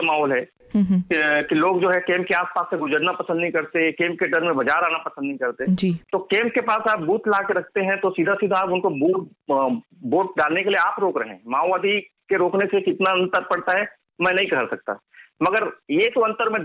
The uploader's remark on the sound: The panel is joined by two guests over the phone.